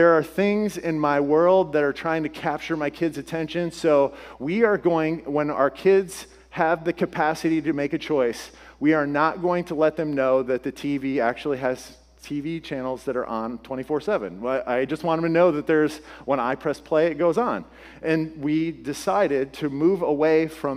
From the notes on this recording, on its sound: This podcast was originally shared at Restored Church. This podcast was originally shared at Restored Church in their Words to Live By sermon series.